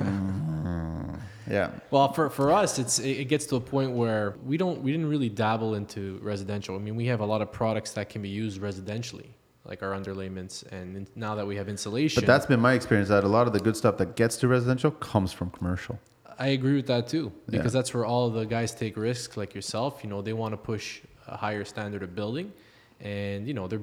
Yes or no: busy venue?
yes